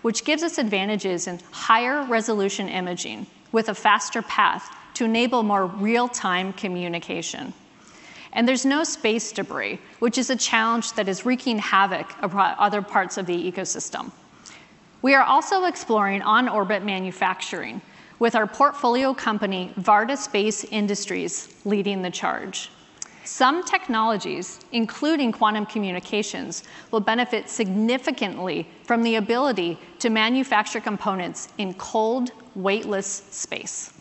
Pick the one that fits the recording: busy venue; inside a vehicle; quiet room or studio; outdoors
busy venue